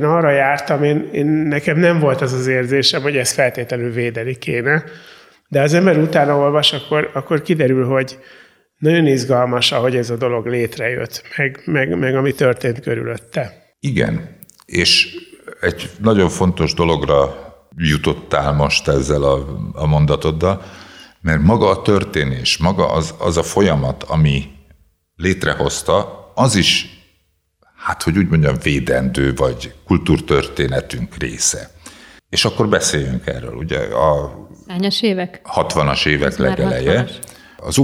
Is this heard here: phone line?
no